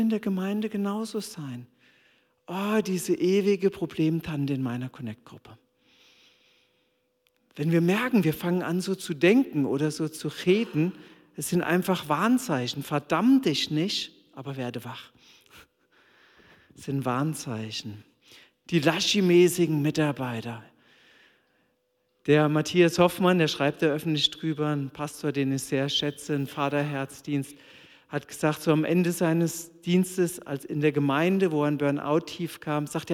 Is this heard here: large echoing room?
yes